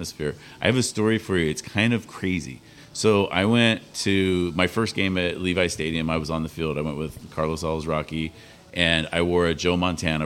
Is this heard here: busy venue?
yes